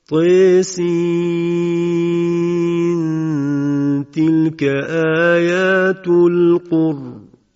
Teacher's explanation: همینطور اماله تا در این حروف مقطعه